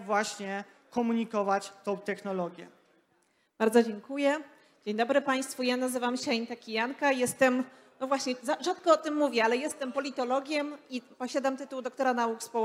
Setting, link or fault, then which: setting, live audience